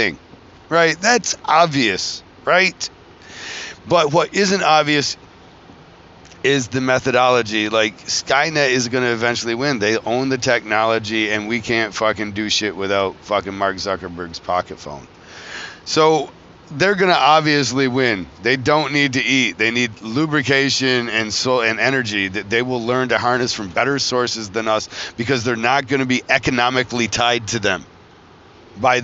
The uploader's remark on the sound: traveling home from Philadelphia Tattoo Festival